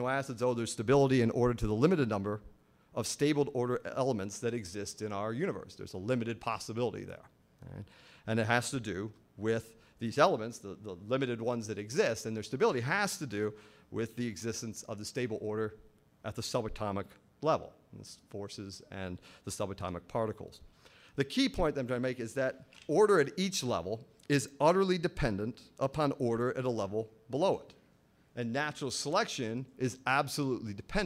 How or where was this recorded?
live audience